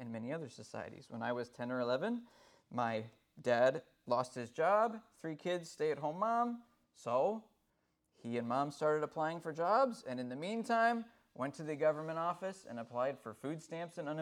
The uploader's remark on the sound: This sermon was delivered IN PERSON since the beginning of the Corona Virus pandemic as regulations continue to loosen up.